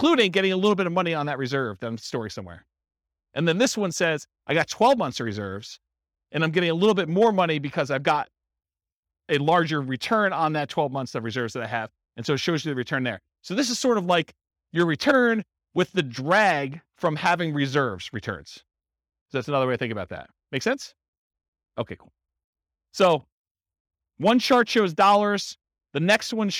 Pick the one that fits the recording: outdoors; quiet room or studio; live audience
live audience